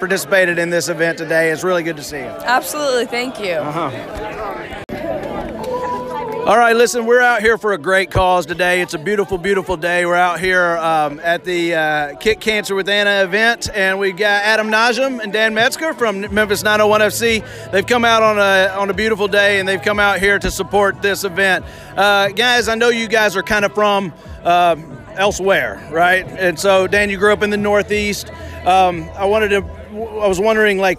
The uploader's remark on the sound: Tons of folks showed up to Houston High